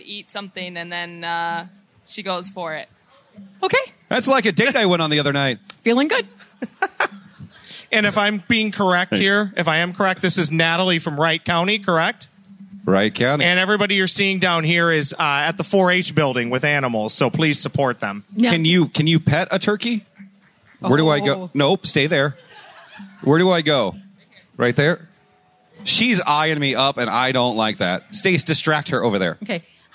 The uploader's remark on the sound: Podcast live from Hubbard Day at the Minnesota State Fair. A visit from 4H with goats and a turkey.